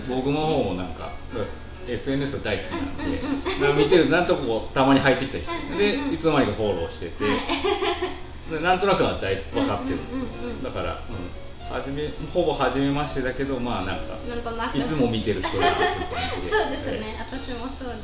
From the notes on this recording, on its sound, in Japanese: ネオ喫茶ププさんでの収録しました。